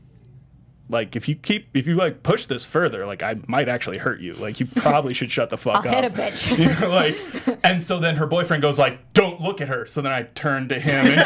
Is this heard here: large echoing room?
no